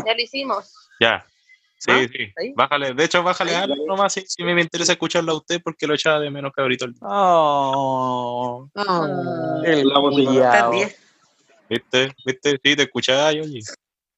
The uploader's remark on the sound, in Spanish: O intentando grabar por zoom. Capítulo especial....con sonido especialmente malo xD. Intentamos grabar por zoom y el contenido nos quedo super bueno!....aunque la calidad del capítulo no lo es tanto.